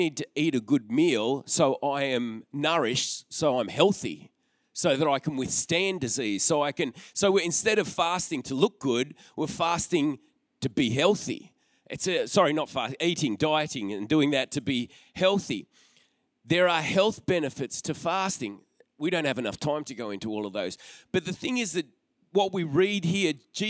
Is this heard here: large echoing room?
yes